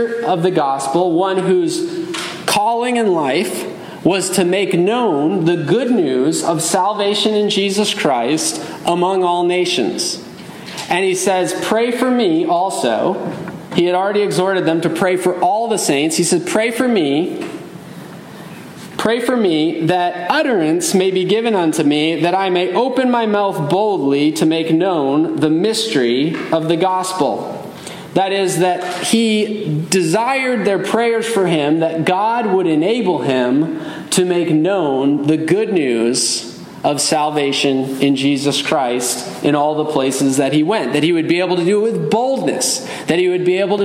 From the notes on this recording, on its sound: Message delivered Sunday, November 12, 2023 at Mt Carmel Primitive Baptist Church, Bel Air, Maryland.